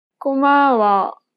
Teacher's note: She kept the same pitch for the first and second syllable, but lowered the tone for the last syllable.